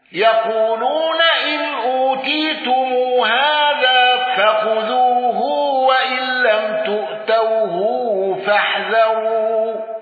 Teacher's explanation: ابن كثير بصلة هاء الضمير وصلة ميم الجمع والغنة